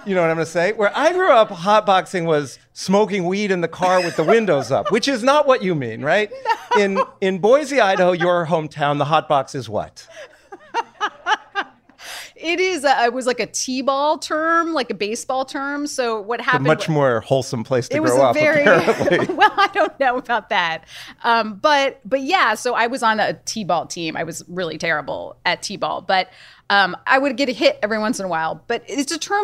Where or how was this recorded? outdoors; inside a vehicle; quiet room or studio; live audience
live audience